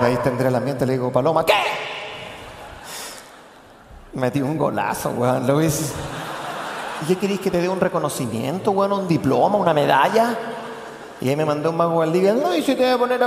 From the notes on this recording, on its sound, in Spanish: Festival de Viña 2018. Las carcajadas y los aplausos rápidamente se apoderaron del espectáculo.